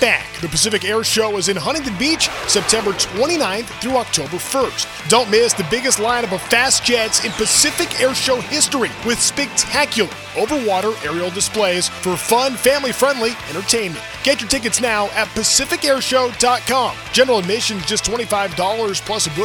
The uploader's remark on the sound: On AM 830 KLAA. "LIVE" from Angel Stadium in Anaheim, CA. Answer specific questions from the listeners.